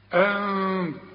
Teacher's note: ما استعملش فيها لساني لانها بدون تشكيل وبتخفى لان بعدها التاء، والتاء من حروف الاخفاء.